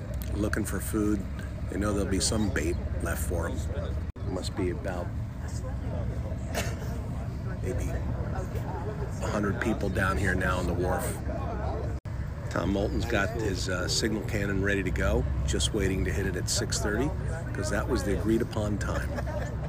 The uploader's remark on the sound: Trap Day Monhegan Island Maine 2022. Listen in to the voices of the island and sounds of Trap Day!